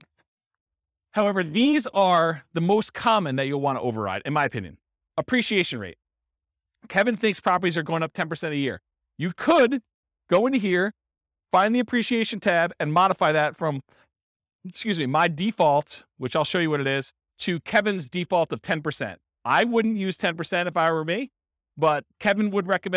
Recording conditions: live audience